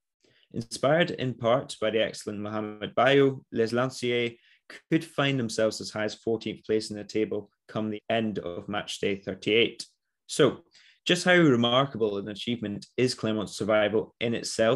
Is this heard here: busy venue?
no